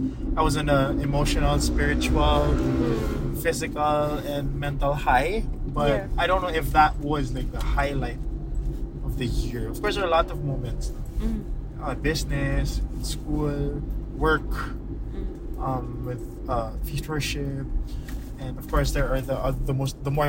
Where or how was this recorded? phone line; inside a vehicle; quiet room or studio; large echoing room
inside a vehicle